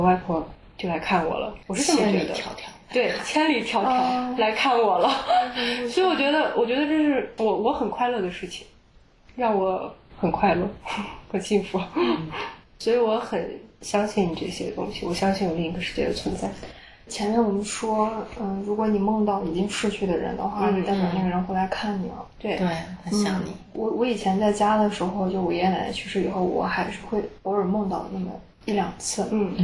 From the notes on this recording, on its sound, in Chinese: 因环境和设备问题，这期内容会有较明显的杂音